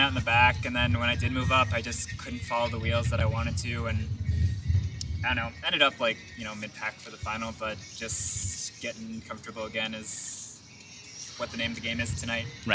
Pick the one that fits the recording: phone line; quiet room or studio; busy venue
busy venue